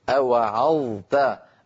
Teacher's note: لابد من بيان صوت الظاء من صوت التاء